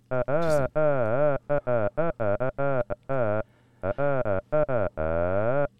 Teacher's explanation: Sentiamo un tono che è dotato di una certa monotonia, cioè abbastanza ribattuto sulla stessa nota, e finisce le frasi in fase ascendente, con tonalità ascendente, quindi è propositivo, è assertivo, certo, alla fine della frase.